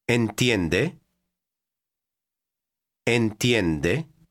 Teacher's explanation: Pay attention to the rising intonation at the end when you ask a question.